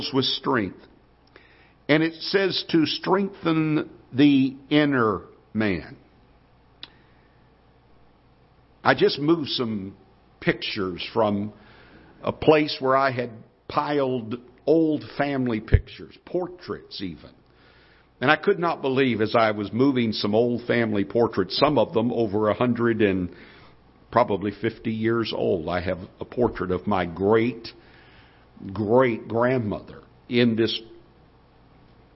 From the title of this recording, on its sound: Ketha Heights Baptist Church ~ Live Broadcast